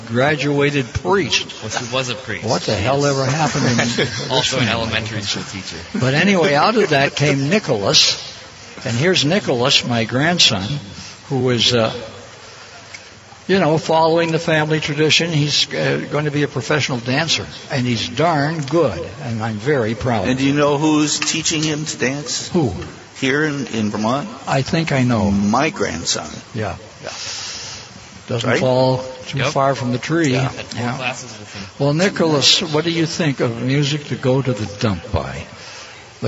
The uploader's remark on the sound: We're coming from you live on Stowe Street to celebrate our 90th anniversary!